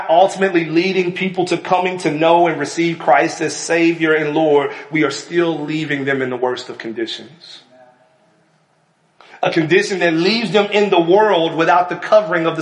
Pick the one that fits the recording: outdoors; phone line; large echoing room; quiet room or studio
large echoing room